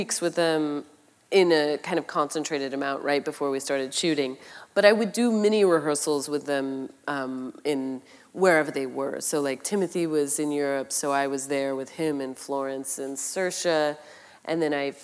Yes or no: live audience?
yes